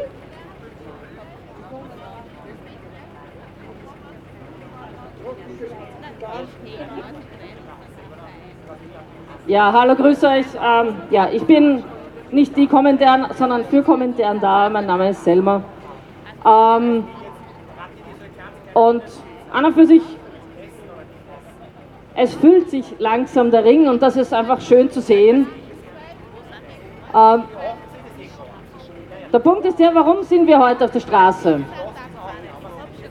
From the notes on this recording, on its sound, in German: Demo gegen Akademikerball am 16.2.2024 in Wien. Aufnahme aller Reden auf der Auftaktkundgebung vor der Uni Wien und der Abschlusskundgebung am Stephansplatz.